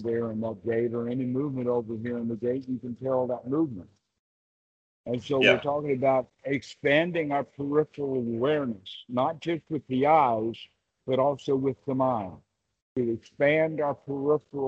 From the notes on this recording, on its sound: skype calls on this channel